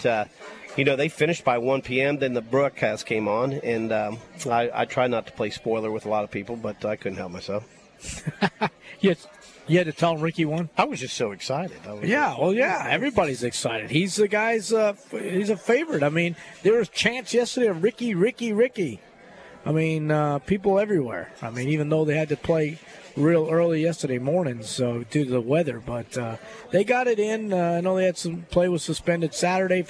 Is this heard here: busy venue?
yes